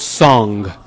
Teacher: It's in the back of your throat, preparing for the G sound